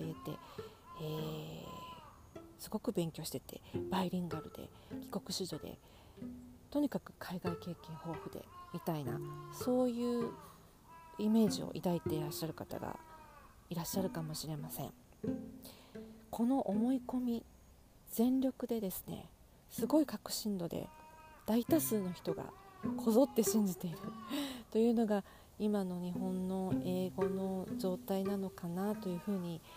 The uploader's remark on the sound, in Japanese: BGMはカラスの鳴き声!?初めて戸外で録音してみました。音が小さいです！！！ボリュームUPしてお聴きください。カラスが鳴いてたり、蝉が鳴いてたり、蚊にかまれたりしています(笑)。